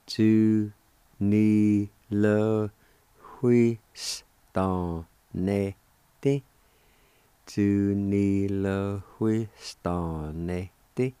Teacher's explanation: there's a faint H sound right before the W